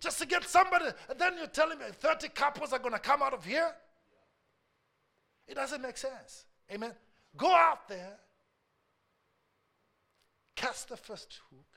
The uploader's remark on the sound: A message preached during our Tuesday service